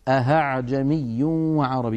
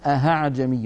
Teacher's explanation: أن يقلب الإنسان الهمزة الثانية هاء فيقول أهعجمي وعربي، ونسمعها أحيانا من بعض إخواننا غير المتقنين فيقولون أهعجمي، هذا لا يصح يا إخوتي لأنه قد أبدل الهمزة هاء أي حولها إلى حرف آخر، والتسهيل شيء والإبدال شيء آخر. · Term: إبدالها هاء